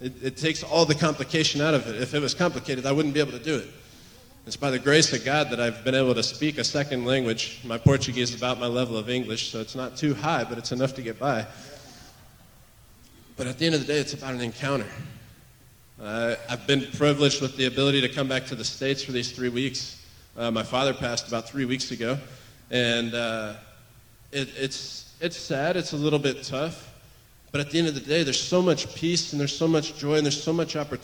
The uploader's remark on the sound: recorded on June 18, 2023, at Gateway Church in Richmond, Indiana